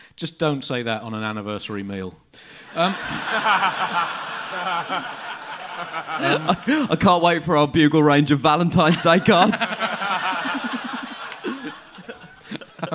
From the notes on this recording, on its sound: It's a live special